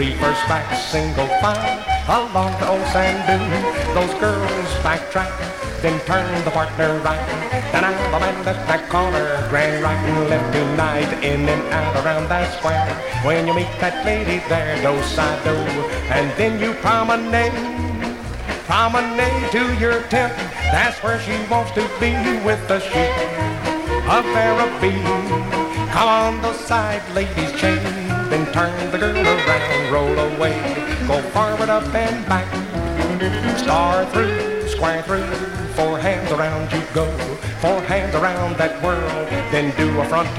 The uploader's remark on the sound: from the 1964 Blue Star Jubilee Square Dance held in the Sam Houston Auditorium